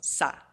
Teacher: the first sa is like a low tone, so that usually means it kind of goes low. So sa, as opposed to sa, it's sa.